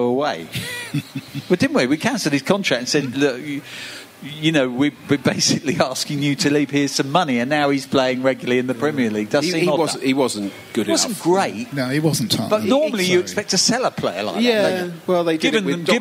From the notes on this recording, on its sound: at the Xmas Live Show